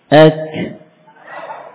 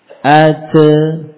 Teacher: begitu selesai sifat syiddah ini kita berikan pada kaf dan ta sukun, langsung setelah itu, ya, muncul hams, muncul nafas · Shown in: first take